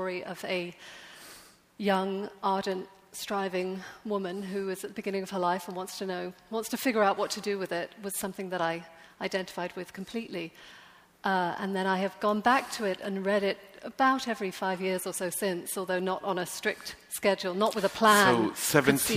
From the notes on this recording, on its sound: LIVE from the NYPL